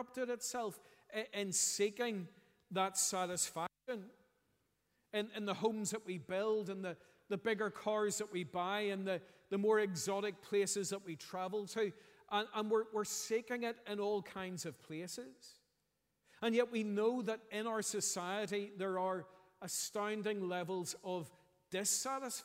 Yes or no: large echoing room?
yes